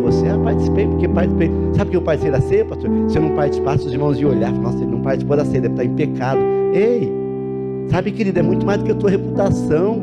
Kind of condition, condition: setting, large echoing room